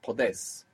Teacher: So instead of puedes, you might hear podes. And because the accent's coming on the end, that O isn't splitting